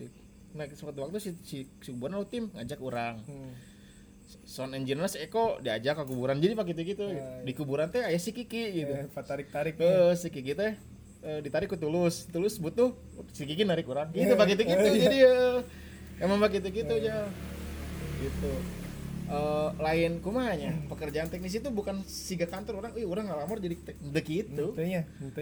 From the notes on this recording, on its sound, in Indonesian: Dengan backsound suara kendaraan karena memang rekaman dilakukan di Jalur Pantura.